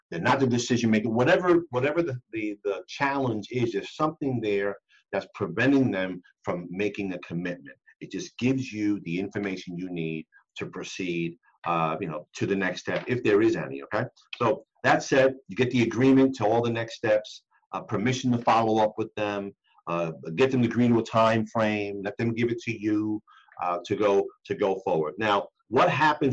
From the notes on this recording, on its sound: The audio portion of a webinar we did.